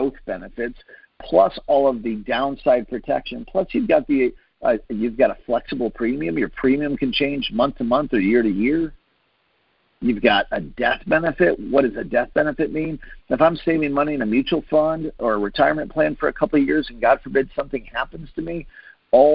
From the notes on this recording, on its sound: Team Freedom conference call on 6/28/19.